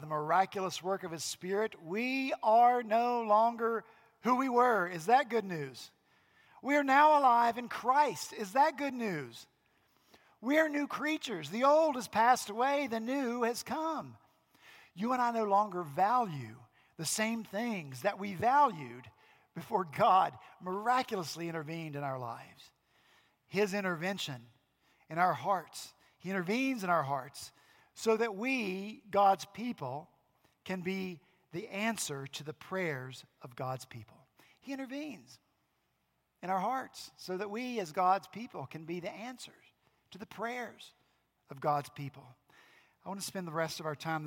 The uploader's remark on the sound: Last Sunday, April 28 at Redeemer Presbyterian Church in Charleston, SC.